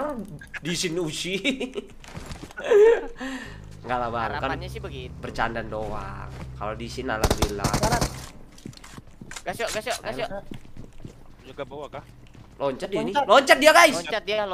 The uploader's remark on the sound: Palying Game While In The Car. Driving tesla and playing a game, awesome moments.